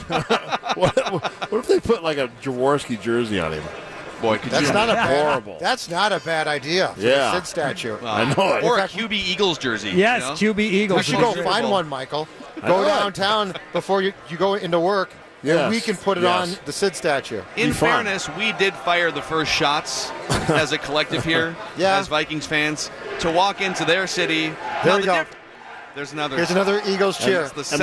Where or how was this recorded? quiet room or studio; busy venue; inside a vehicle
busy venue